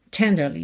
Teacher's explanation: Normalmente, diríamos tenderly. Tenderly, sílaba tônica é a primeira. Aqui, por conta da melodia, esse li ganhou um pouco mais de destaque.